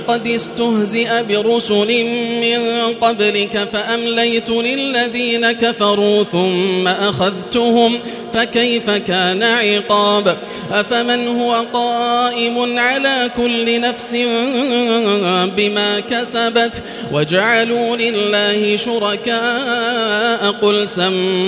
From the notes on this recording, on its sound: Live Recitation from Masjid ul-Haram in Al-Makkah Al-Mukarramah